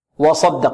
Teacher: وصدق الواو مرققة والصاد مفخمة والدال مرققة والقاف مفخمة. إذن هنا مرقق مفخم، مرقق مفخم.